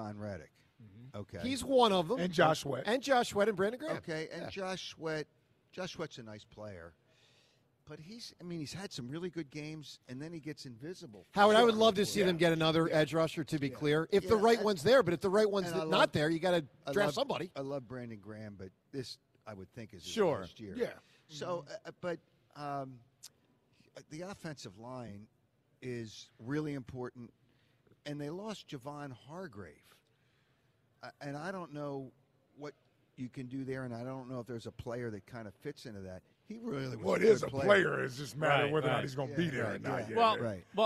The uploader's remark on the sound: broadcast live from the Linc.